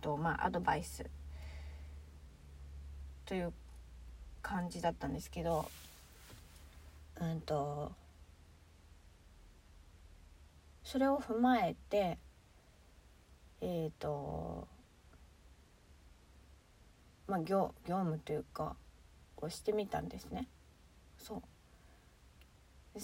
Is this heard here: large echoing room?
no